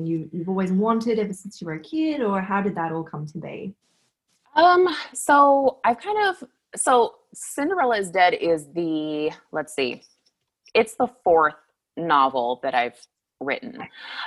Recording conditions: video call